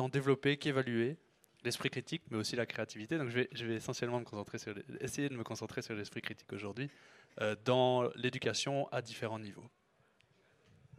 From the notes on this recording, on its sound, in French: Enregistré au REC Toulouse 2022